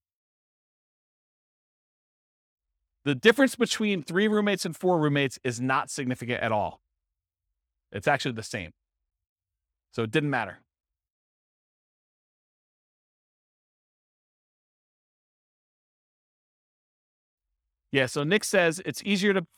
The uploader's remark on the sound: This was a live class recorded